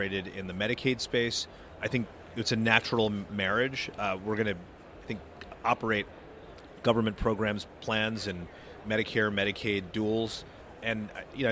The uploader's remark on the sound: At this year’s HLTH conference in Las Vegas, Nevada